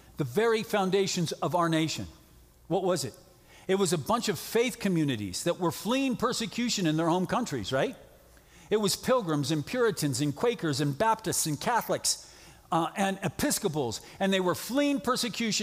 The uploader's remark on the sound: From the 2021 Southwest Men's Conference, Generation 2 Generation.